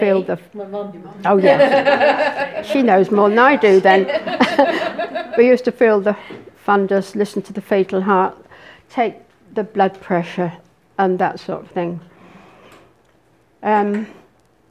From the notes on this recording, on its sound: This episode was recorded at St William's Way Library on October 10th 2017 as part of their Tuesday evening series of talks.